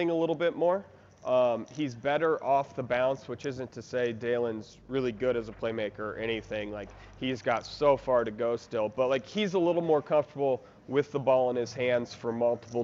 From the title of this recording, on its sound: live from the United Center